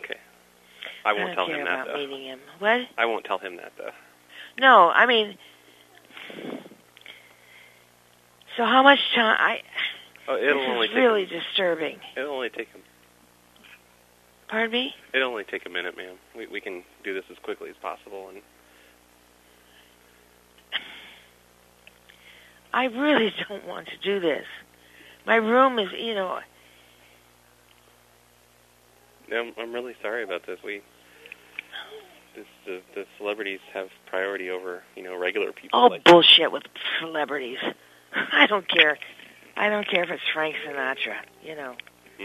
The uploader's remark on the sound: RBCP's Personal Prank Phone Calls Collection